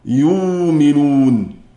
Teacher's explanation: نبدلها واوا، لأن الإبدال يكون من جنس حركة ما قبل الهمزة الساكنة